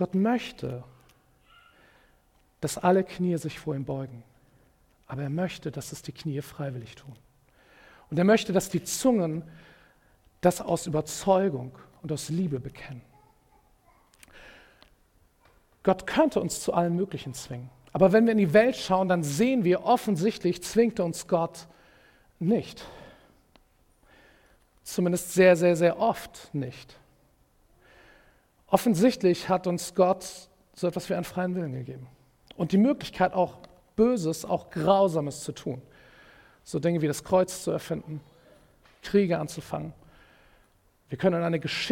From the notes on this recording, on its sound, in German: Predigt im Rahmen des GreifBar+ Gottesdienstes